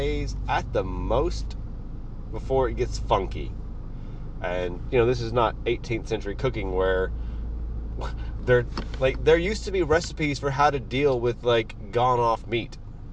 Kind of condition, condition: setting, inside a vehicle